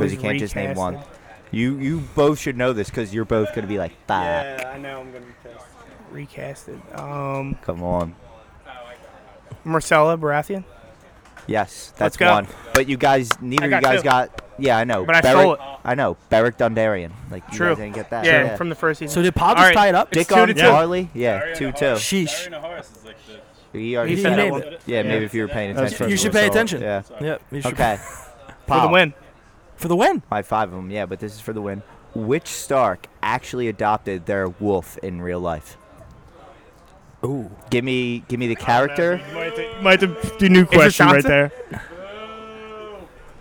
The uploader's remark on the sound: The gang pods LIVE from The House of Kain in Gloucester City.